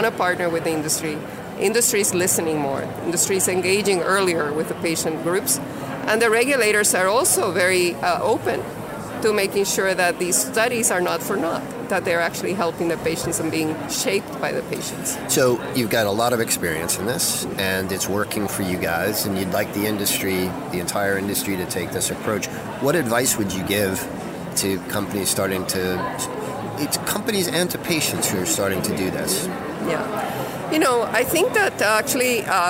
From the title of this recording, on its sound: Live at Pharma USA